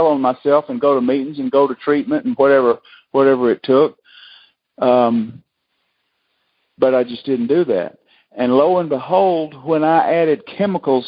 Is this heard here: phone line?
yes